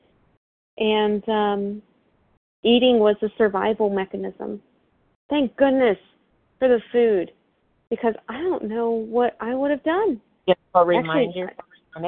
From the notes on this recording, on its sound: From the 100 Pounders Phone Meeting.